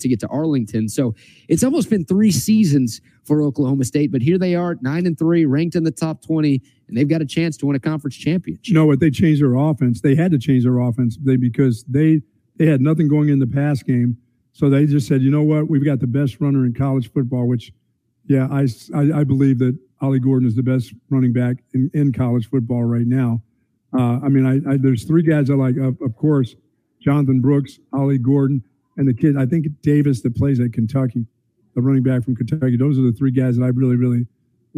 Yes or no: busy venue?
yes